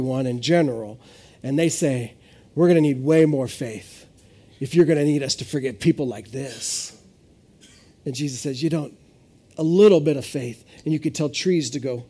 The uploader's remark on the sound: This is audio ripped from the Live Service video.